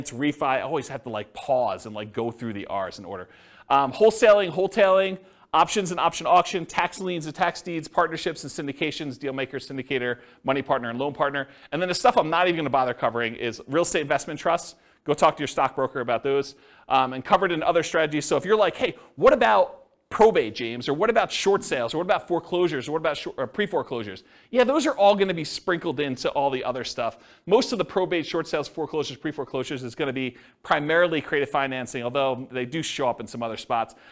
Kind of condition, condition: setting, live audience